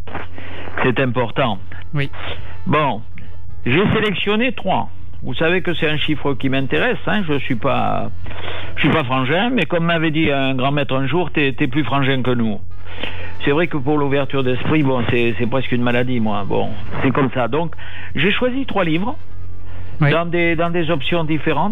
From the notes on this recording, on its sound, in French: Malgré le confinement, FLIRT est réalisé par téléphone.